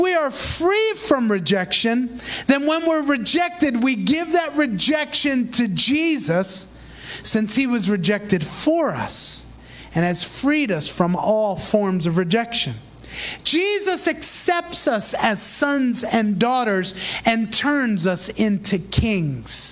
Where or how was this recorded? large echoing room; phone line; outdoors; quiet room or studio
large echoing room